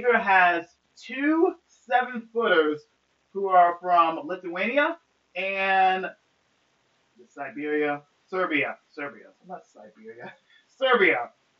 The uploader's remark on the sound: Forgive me of the audio on this pod smh.